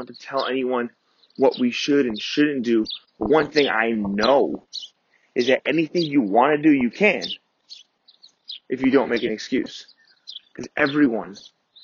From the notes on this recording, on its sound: Recorded Live On My 5am Run. Records this podcast live on his morning run.